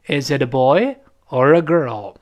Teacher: 第一个选择项是升调，第二个选择项在后面是降调